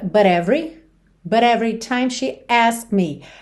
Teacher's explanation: ele juntou but com every, com rarara